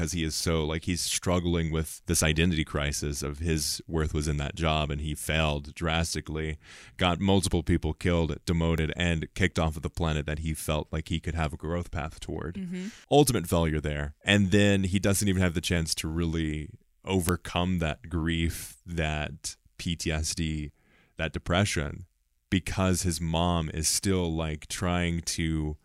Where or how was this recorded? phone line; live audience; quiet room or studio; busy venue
quiet room or studio